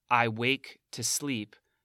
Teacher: In, for example, the paradoxical first phrase of the poem, I wake to sleep, there are 2 beats on wake and sleep